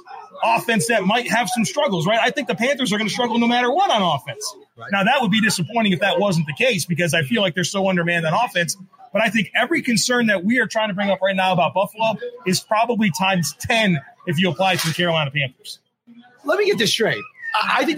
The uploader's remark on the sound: Live from Sonny Red's. Live at Sonny Red's in Lackawanna.